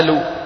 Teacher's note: فمثلا خذوا حرف القاف، في بلاد يجعلونه همزة مثل بلاد الشام ومصر والأردن، وبلغني أنه في بعض مناطق المغرب أيضا، يعني بدل ما يقولوا قالوا بيقولوا آلوا.